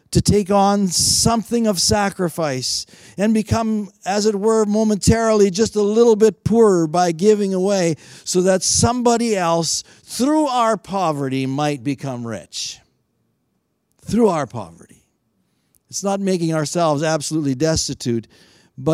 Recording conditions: large echoing room